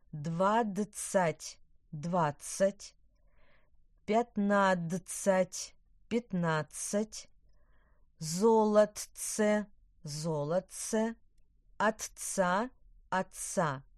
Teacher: Звукосочетание тц и дц произносятся как долгий ц.